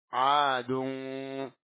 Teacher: A-nya ditahan dua rakaat.